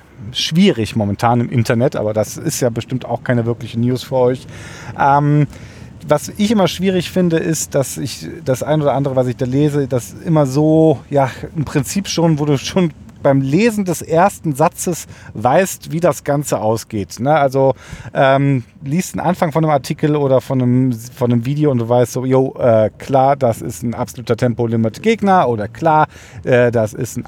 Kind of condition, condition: setting, inside a vehicle